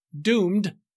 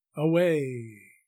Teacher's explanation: In the word doomed at the beginning of the sentence, the hardness of the D's and the force of the long vowel oo contrast with the long drawn-out fading of the long A sound in the word away at the end of the sentence.